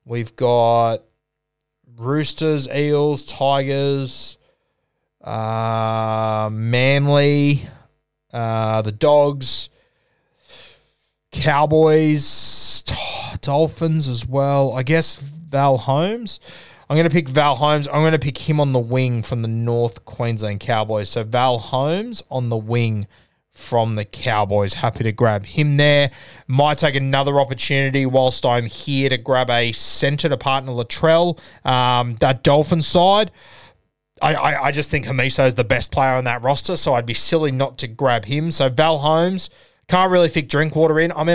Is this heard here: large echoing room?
no